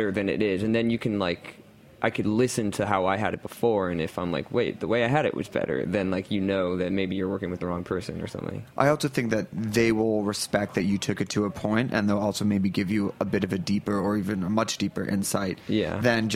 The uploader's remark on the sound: We're live at ComplexCon with First We Feast. In the second half of the show, we have a live in-studio performance.